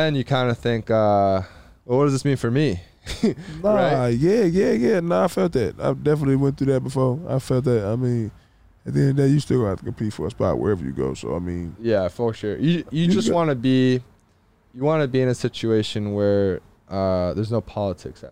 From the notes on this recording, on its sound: In the truck. Due to power outage audio improves at 27 min.